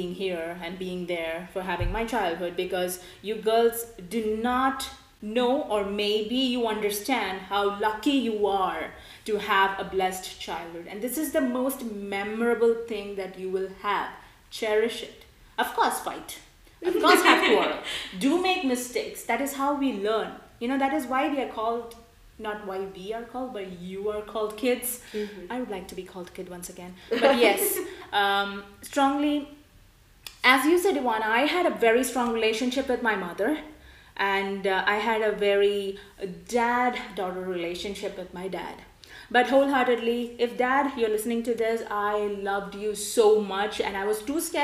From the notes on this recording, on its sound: We had to record it in my garage so please excuse the ECHOoo.